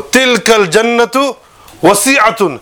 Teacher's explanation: So, the alif is not pronounced. The kaf will join to the lam, and the alif, although it's written, will become silent.